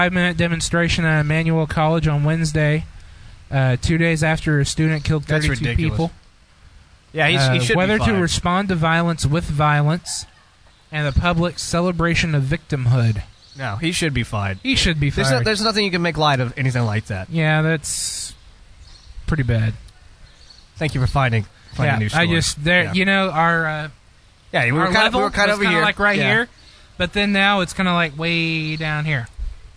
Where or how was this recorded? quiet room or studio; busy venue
busy venue